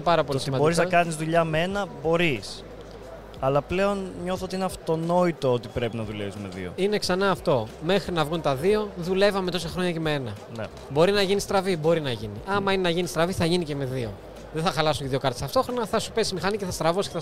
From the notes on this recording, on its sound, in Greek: LIVE SPECIAL EPISODE PHOTOVISION 2022. Live Podcast επεισόδιο απευθείας από την Photovision 2022 και το περίπτερο της Canon Greece!